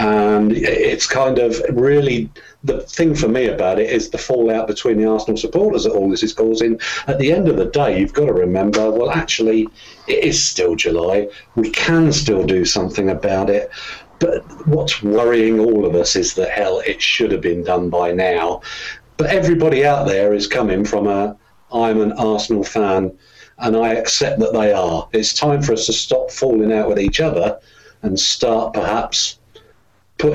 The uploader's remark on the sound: originally record as a Google Hangout video